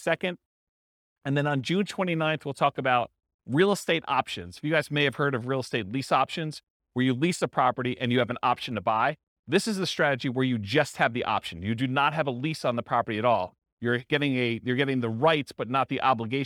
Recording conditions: live audience